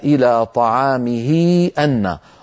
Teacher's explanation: مد أيها القارئ هذه الياء وطولها عن حركتين حتى تصبح يعني ممطوطة بمقدار المد المنفصل · Term: مد الصلة الكبرى